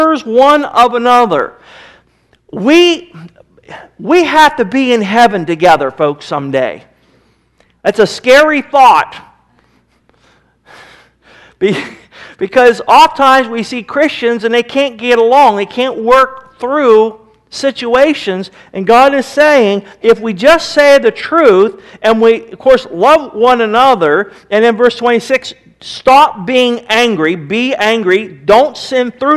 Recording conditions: large echoing room